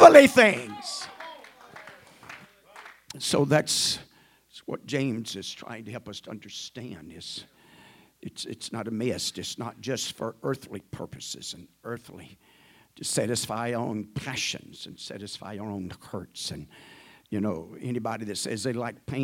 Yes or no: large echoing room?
yes